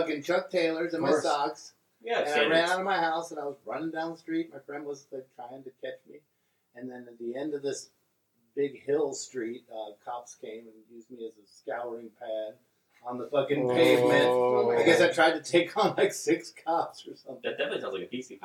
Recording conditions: poor sound quality